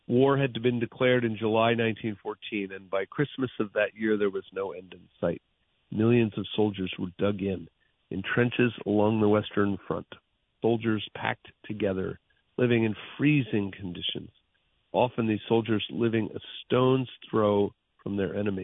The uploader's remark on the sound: Listener Phone Calls. Takes calls from his listeners.